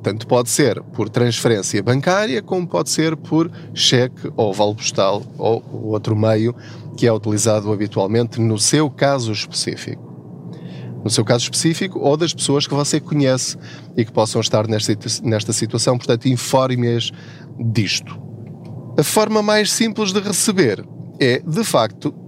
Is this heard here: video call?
no